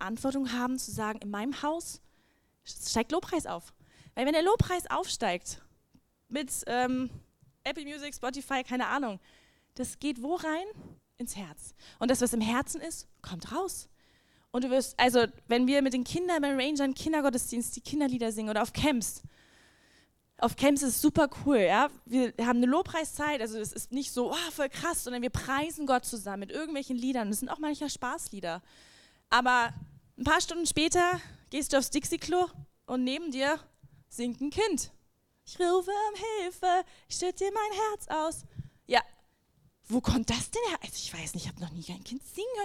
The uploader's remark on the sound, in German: Lobpreis und Anbetung - Gottesdienst Predigt